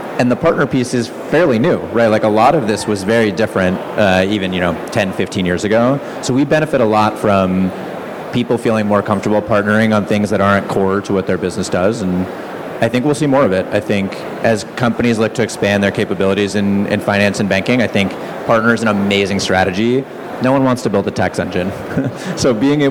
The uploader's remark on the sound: Please note this episode was recorded live at Fintech Nexus USA 2023.